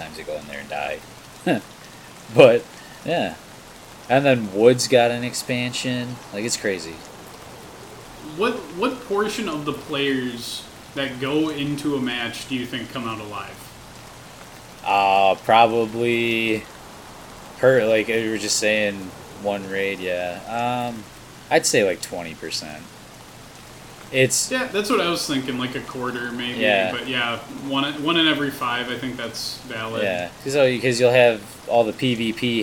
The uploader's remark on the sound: Ever wanted to have a podcast episode that sounds like it's taking place in a warzone? All while gunshots echo in the distance. Don't mind those rustling bushes either, it's probably nothing.